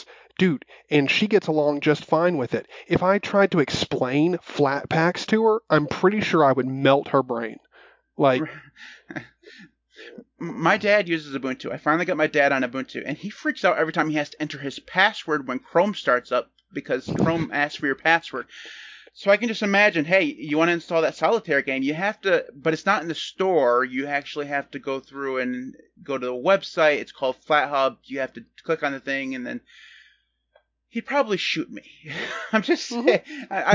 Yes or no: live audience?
no